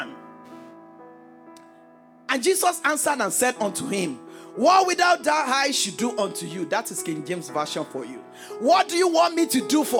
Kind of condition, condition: setting, large echoing room